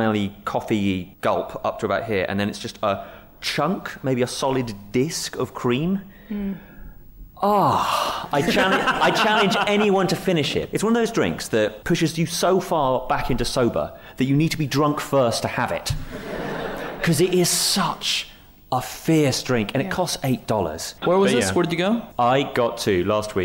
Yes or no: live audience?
yes